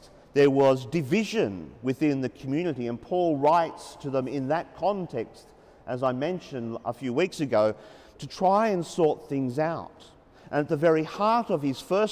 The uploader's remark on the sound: As preached during the 9.30am Mass at the Sacred Hamilton Cathedral, Hamilton.